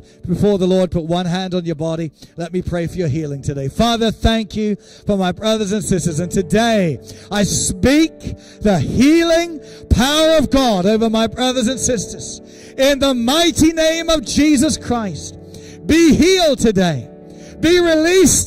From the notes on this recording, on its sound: recorded Sunday 13 September 2020, 10:30am service.